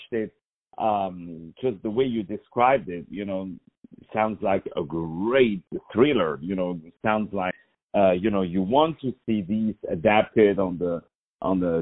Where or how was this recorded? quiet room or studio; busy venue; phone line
phone line